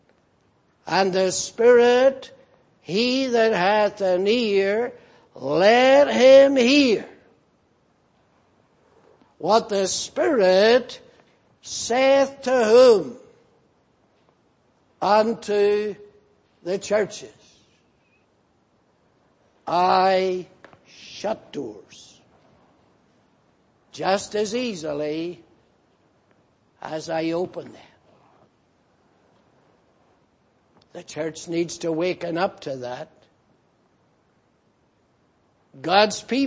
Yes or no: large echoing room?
yes